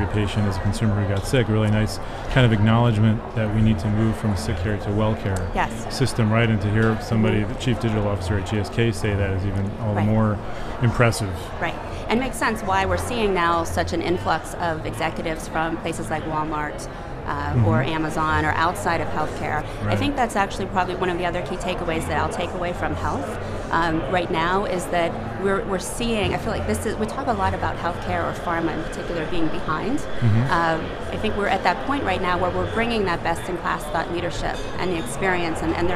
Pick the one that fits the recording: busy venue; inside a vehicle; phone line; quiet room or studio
busy venue